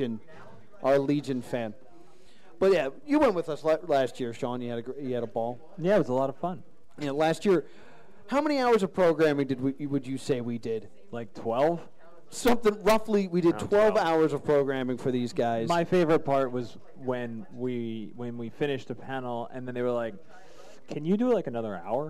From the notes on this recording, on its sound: This episode of The +2 Comedy podcast was taped at Jester's Playhouse